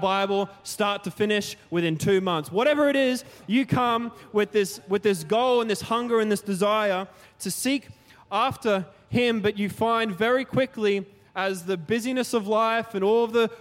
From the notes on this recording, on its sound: Recorded during our 5pm service on Sunday, the 7th of January 2024